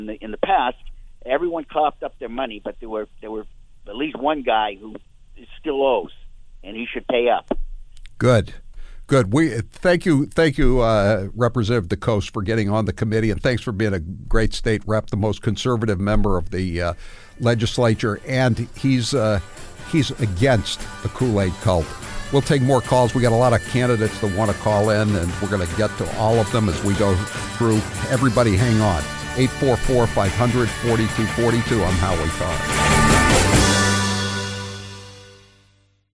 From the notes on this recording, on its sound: Candidates for the Massachusetts Republican State Committee call